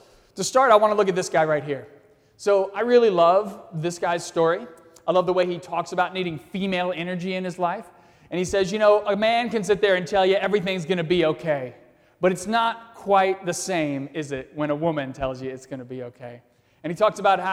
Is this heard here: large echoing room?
yes